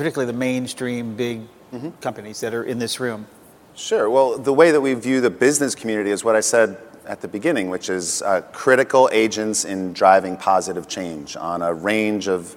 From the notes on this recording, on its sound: The best of live interviews from GreenBiz events.